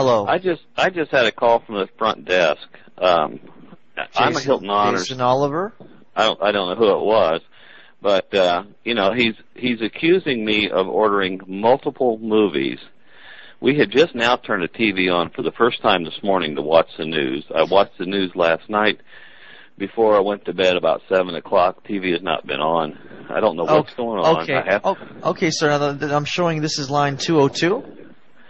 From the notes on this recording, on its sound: RBCP's Personal Prank Phone Calls Collection